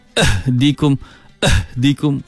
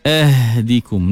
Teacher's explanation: Jadi satgi bila baca jelaskan ahdikum, ha, ya qaumittabi'uni ahdikum, ah, dan panjangkan sikit bunyi ha, pasal ha ada sifat rakhawah. Jangan bunyi meletup · Shown in: second take · jangan ahdikum, ahdikum, salah.